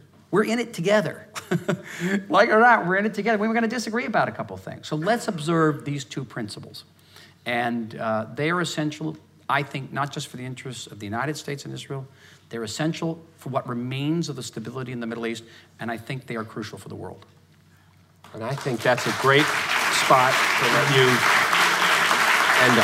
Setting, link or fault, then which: setting, live audience